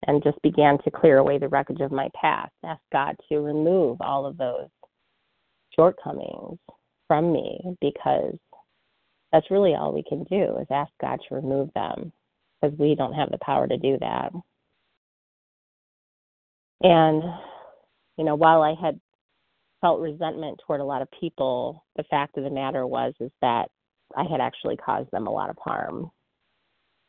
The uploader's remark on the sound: 100 Pounders Phone Meeting.